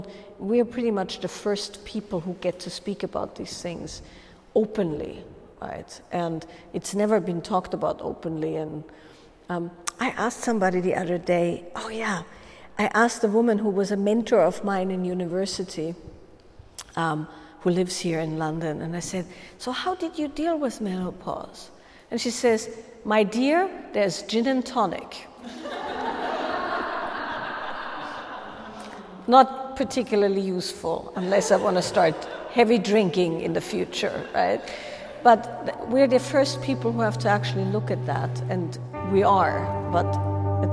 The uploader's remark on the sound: Live Q&A recording from a Wild Woman’s Way workshop.